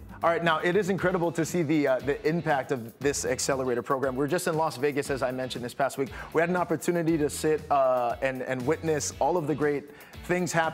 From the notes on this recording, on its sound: we’re live at Agnes' Portuguese Bake Shop in celebration of Malasada Day